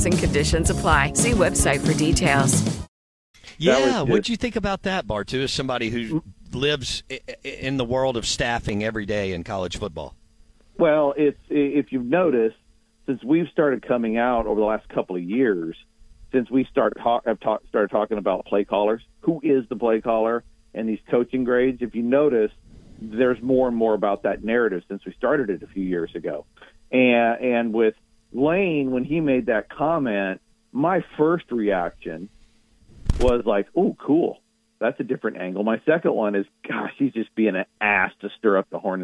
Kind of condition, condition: link, phone line